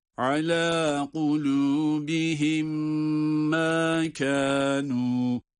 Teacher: Yine kulubihim ma kanu derken bir idgamdan bahsetmek mümkün. O da kulubihim ma derken cezimli mim kendisinden sonra gelen harekeli mime idgam edilir